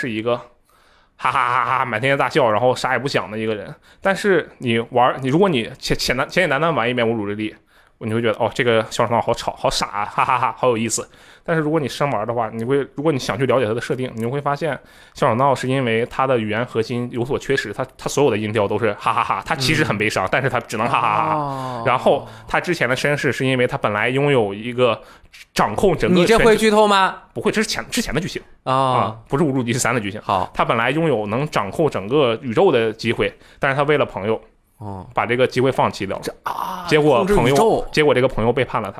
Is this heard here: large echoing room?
no